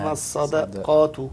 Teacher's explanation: من الأشياء اللي يقع فيها كثير منا، إنما الصدقات الدال المرققة بين الصاد قبلها والقاف بعدها